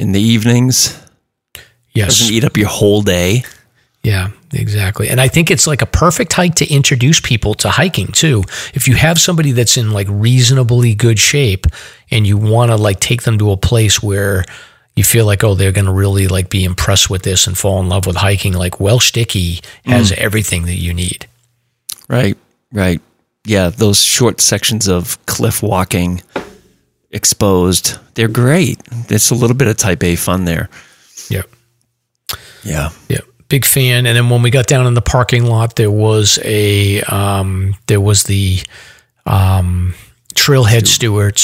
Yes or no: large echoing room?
no